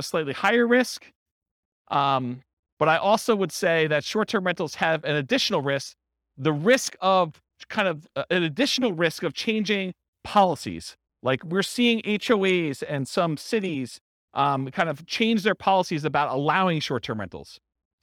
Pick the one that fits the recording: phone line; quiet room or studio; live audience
live audience